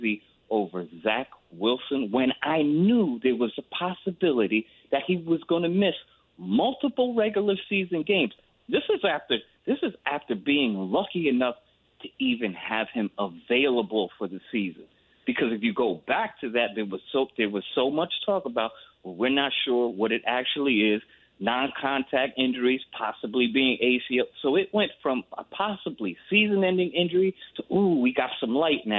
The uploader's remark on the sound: take phone calls